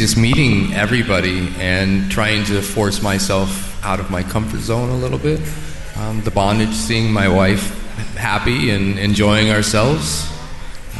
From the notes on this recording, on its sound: Live Interviews with Newbies during Young Swingers Week at Hedoni.